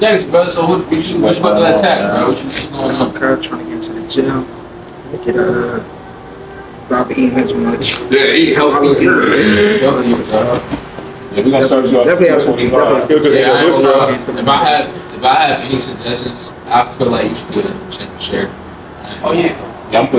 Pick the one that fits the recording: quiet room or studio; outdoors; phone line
outdoors